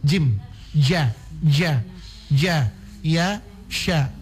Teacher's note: Jim itu dia sama dengan tempat keluarnya dari huruf ya atau sya.